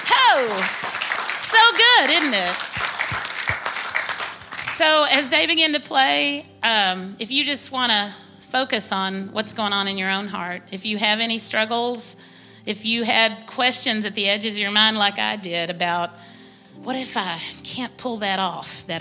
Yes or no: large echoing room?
yes